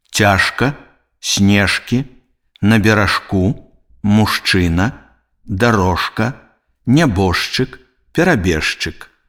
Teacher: У сярэдзіне слова перад глухімі звонкі зычны ж аглушаецца і вымаўляецца як ш.